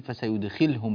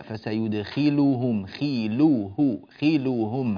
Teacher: أيضا مما ننبه إليه في هذه الآيات: فسيدخلهم، خي ضمة كسرة كسرة تحت الخاء، ضمة فوق اللام، ضمة فوق الهاء، حركة اثنان ثلاث حركات متتاليات، نعطي كل حركة منها حقها من الزمن، لا نسكن الأوسط · Shown in: second take